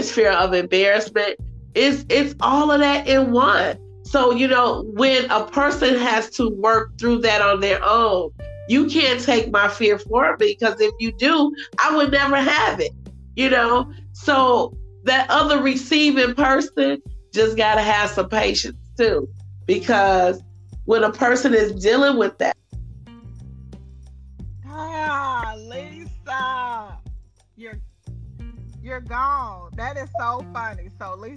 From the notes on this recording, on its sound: Anchor needs to get it together. Anchor, dropped us like nine times throughout the podcast recording please bear with us, we kept on plugging along with all the different interruptions and everything else.